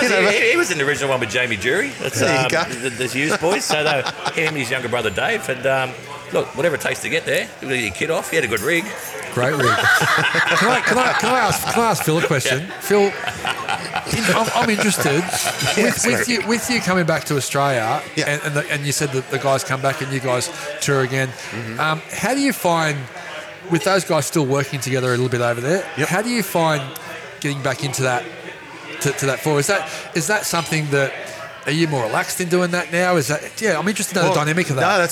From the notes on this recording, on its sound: In the heart of the city at The Morrison Bar & Oyster Room